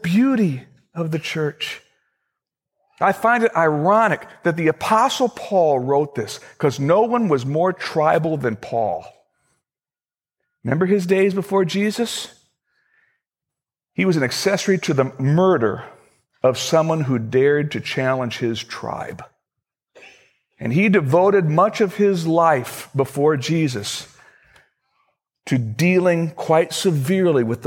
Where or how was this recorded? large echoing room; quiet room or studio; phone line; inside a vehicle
large echoing room